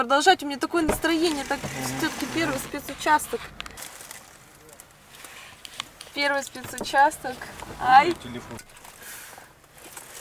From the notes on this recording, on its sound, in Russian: Этот выпуск я записал на бивуаке посреди пустыни в Марокко, после финиша СУ4.